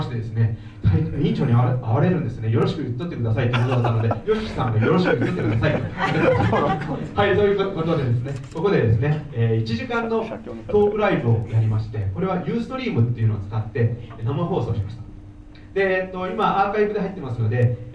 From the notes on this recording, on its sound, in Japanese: 会場のでの収録の為、雑音もありますがご了承ください。